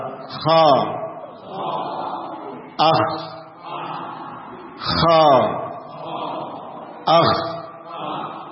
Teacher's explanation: Adna al halq, yakni ujung tenggorokan. Ujung tenggorokan. · Term: adnal khalqi